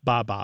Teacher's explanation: that B sound coming off the lip followed by a vowel is also very similar to the first sounds that babies make